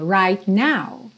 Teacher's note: você tá com o T, língua lá no céu da boca, já sai pro N.